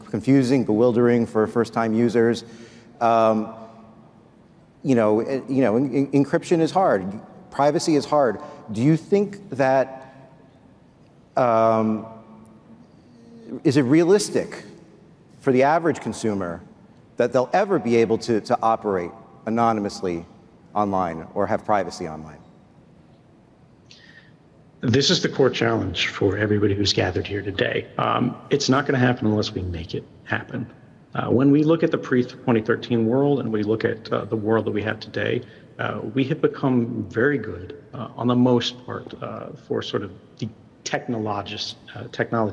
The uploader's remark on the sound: At a Consensus panel from Austin, Texas